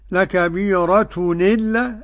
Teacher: هاخد حركة الهمزة أضع على ما قبلها · Term: النقل